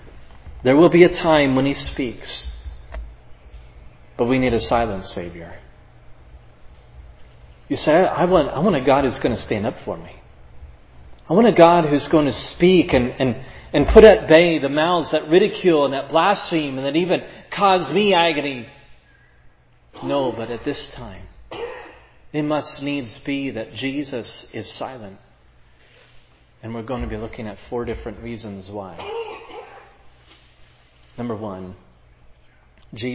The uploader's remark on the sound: This sermon on Matthew 27:11-26 was preached at Providence Church on Sunday, August 14, 2022.